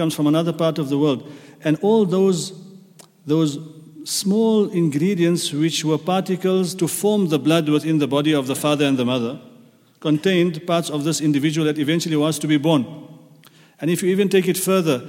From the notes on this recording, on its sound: At the Houghton Masjid (West Street).